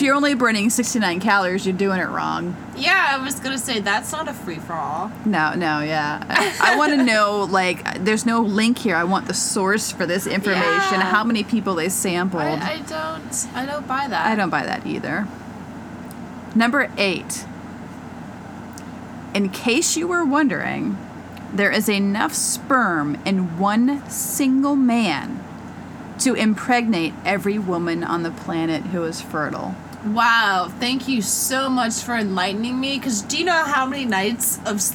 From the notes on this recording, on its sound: Our ninth episode sounds like the mothership is landing but that's just the AC we forgot to turn off.